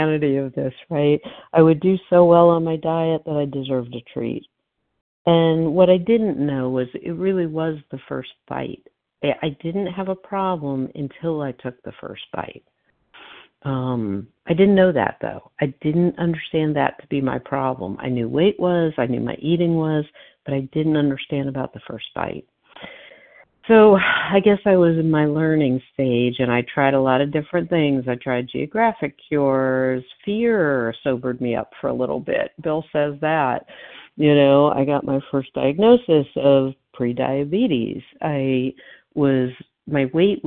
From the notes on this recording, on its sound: 100 Pounders Phone Meeting